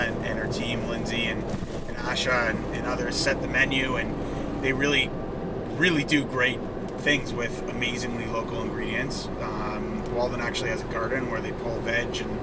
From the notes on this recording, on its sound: Driving up to Fireside. On our drive from Toronto up to the Fireside location - Camp Walden, Palmer Rapids.